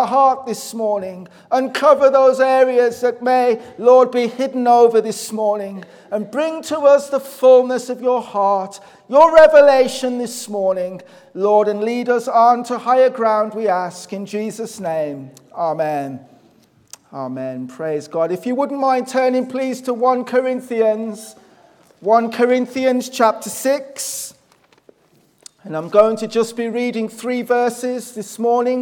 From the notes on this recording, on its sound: Sunday Morning. This audio was recorded at the Lifeboat Fellowship, Grange Corner, Moy.